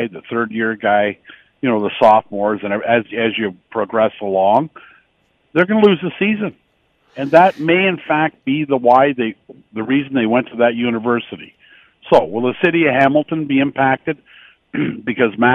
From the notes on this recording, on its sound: opens up the phone lines to hear your opinion